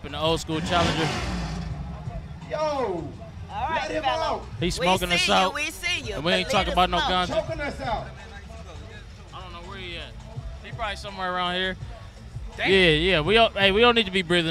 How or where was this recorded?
outdoors